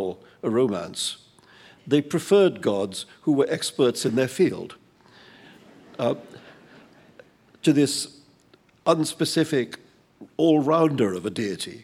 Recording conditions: live audience